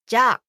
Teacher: Notice the extended pronunciation of the vowel at the end of じゃあ · Term: long vowel